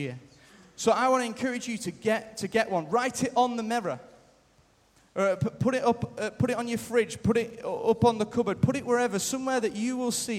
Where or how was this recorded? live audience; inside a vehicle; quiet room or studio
live audience